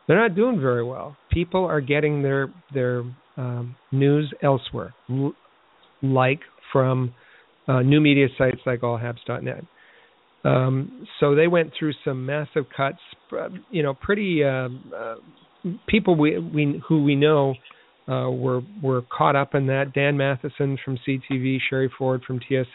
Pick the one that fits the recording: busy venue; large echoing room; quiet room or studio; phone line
phone line